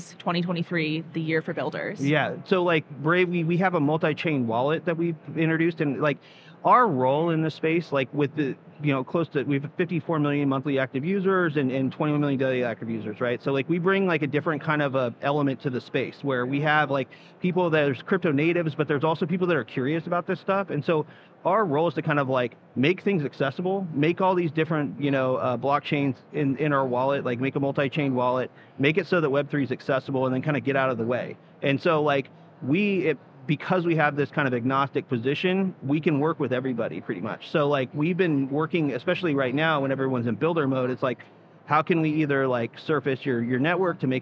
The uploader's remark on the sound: Live from Consensus 2023